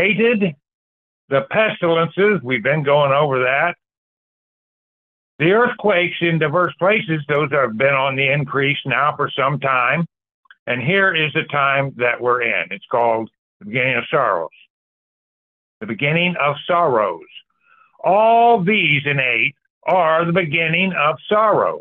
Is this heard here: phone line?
yes